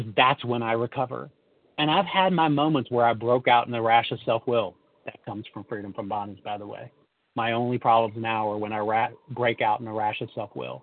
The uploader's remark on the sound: from the 100 Pounders Phone Meeting